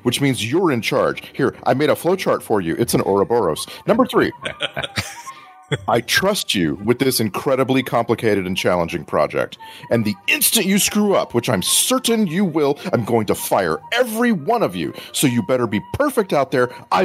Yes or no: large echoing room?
no